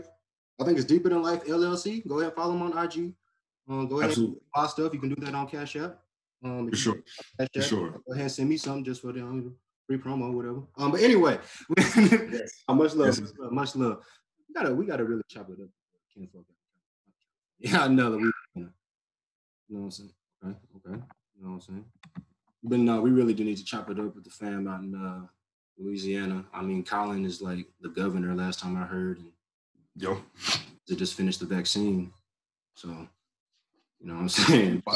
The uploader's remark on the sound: It is what it is with the audio right now